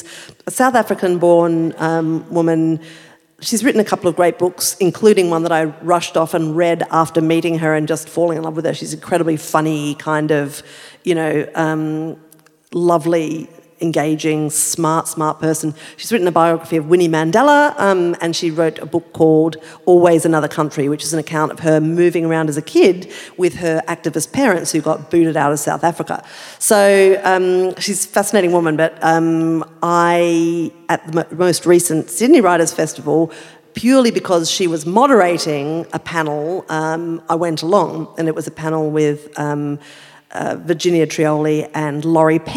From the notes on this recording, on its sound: perform live on stage